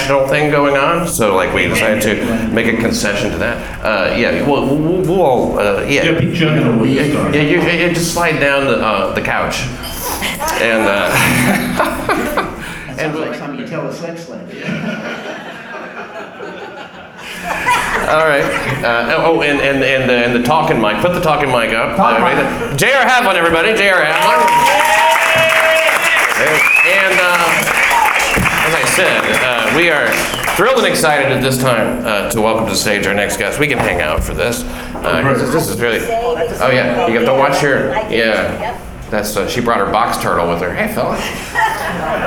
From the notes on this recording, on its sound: LIVE at West Side Comedy Club. This LIVE show was recorded using microphones in the room in order to capture the feel of being in the room, and though it's totally listenable and captures the moment, it does not represent the same sound-quality of a typical episode.